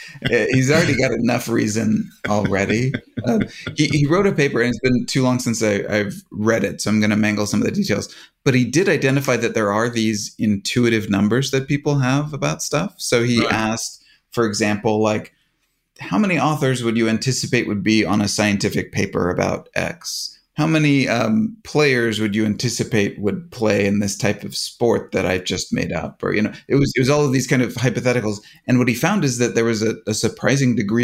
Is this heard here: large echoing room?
no